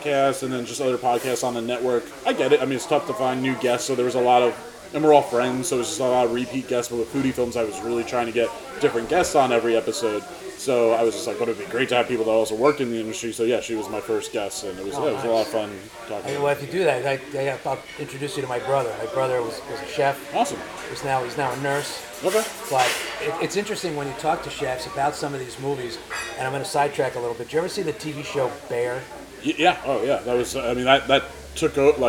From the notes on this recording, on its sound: This was taped live at the Bendix Diner in Hasbrouck Heights.